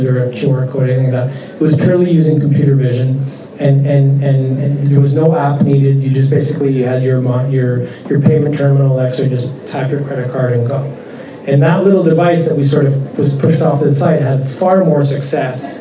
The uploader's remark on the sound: conducted live on stage during the RSPA Canadian Community Networking Event April 11 at the Hockey Hall of Fame in Toronto.